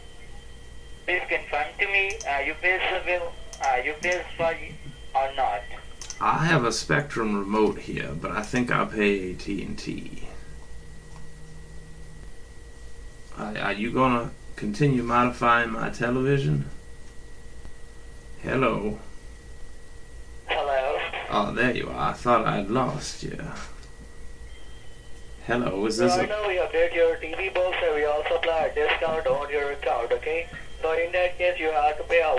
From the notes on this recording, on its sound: I kept one scammer group on the phone for over half an hour!